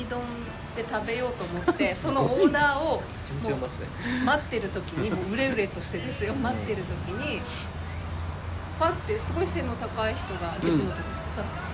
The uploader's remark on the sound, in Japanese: 音声悪い上、長尺です。